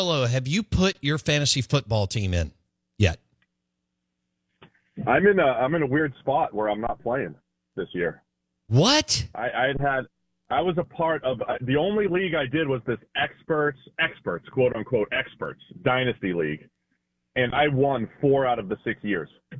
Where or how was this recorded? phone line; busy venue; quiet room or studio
phone line